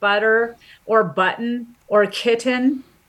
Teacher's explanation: But between a stressed and an unstressed syllable, because you have to move so rapidly and there's a lack of stress on the second syllable, your tongue doesn't make full contact with the alveolar ridge. Instead, it slaps it. It just flaps it. So we call it an alveolar flap.